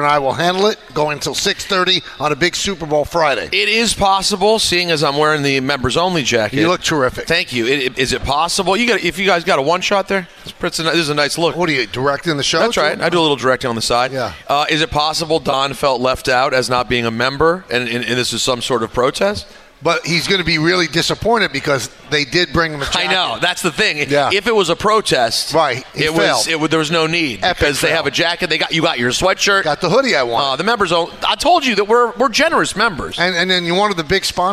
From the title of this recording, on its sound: LIVE from Plattduetsche Park